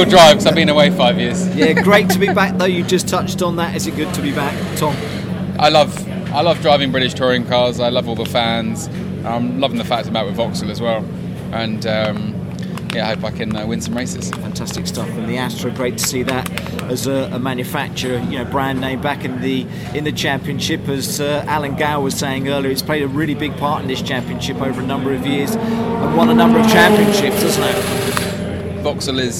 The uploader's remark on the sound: Media Day Donington Park.